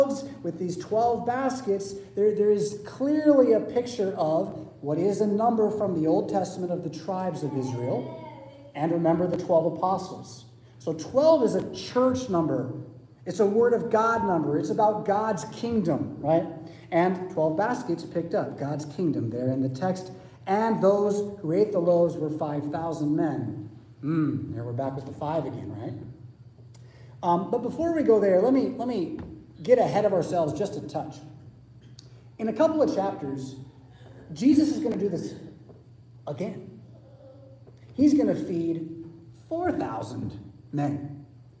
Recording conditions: large echoing room